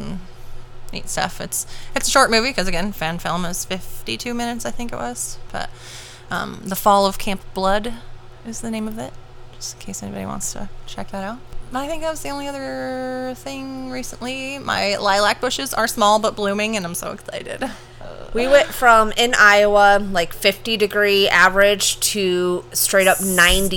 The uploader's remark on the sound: Please forgive the AC fan sound